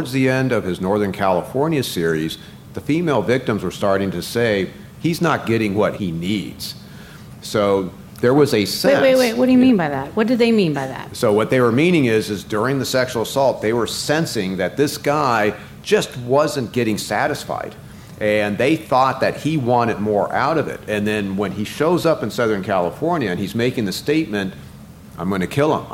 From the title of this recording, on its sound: Live From CrimeCon